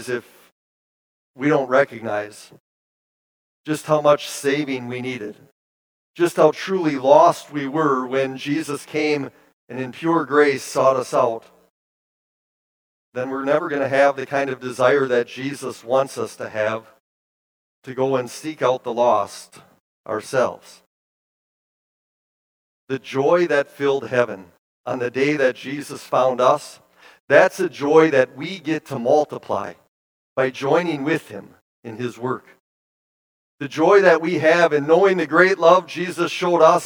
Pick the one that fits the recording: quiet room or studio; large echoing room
large echoing room